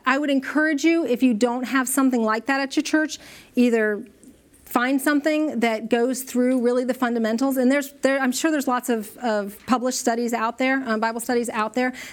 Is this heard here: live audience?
yes